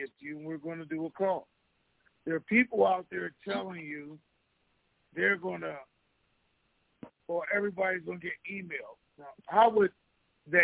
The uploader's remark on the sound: TNTSuperfantastic Conference Call